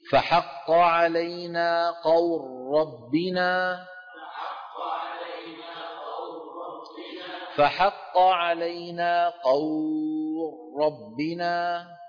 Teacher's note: قور راء مشددة، ما عاد في لام